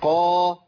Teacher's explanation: حرف مفخم في أعلى مراتب التفخيم